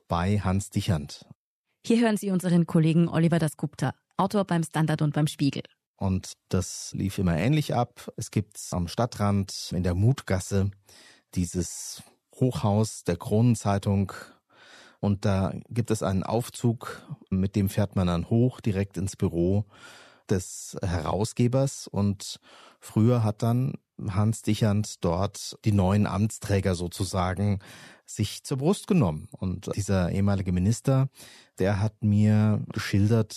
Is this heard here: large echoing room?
no